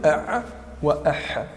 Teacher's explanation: وسط الحلق ويخرج منه العين والحاء